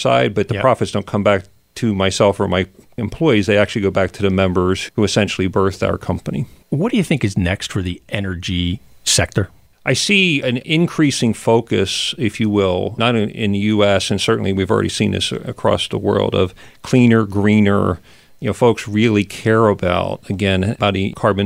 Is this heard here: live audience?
no